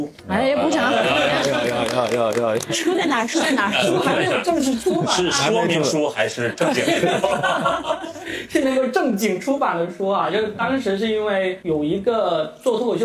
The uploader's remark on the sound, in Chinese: 现场带观众版。深圳福田中心区商圈党委提供了设备场地以及资金赞助。